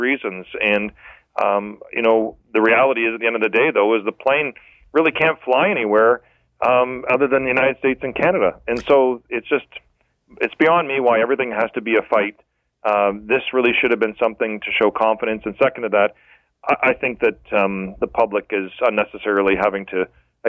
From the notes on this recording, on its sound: the best callers of the week